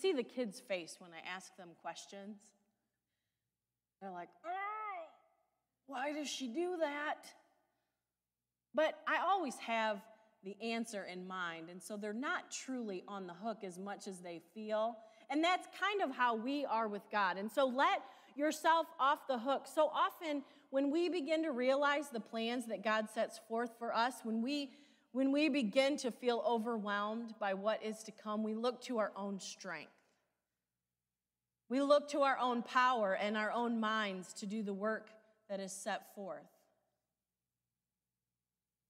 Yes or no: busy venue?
no